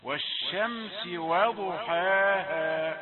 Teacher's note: قل واو رقيقة ثم الضاد مفخمة